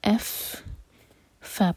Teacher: فا پر پھونک والی آواز آنی چاہیے